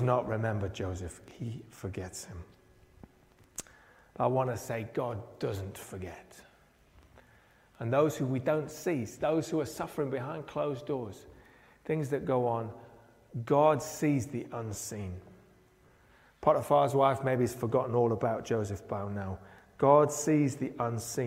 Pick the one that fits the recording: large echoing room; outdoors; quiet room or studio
large echoing room